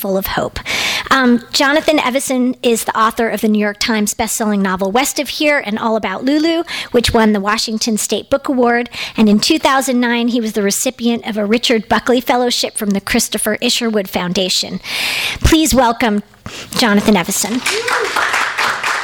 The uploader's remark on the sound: Returns to Skylight to read and sign his new book. THIS EVENT WAS RECORDED LIVE AT SKYLIGHT BOOKS.